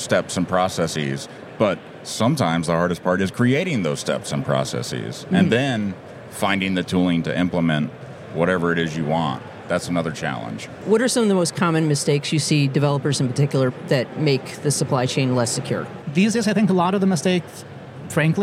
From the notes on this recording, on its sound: On the Road episode of The New Stack Makers podcast. Was recorded at KubeCon + CloudNativeCon North America here in the Motor City.